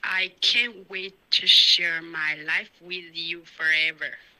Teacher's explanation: Can't 的 N 音好像没有顶舌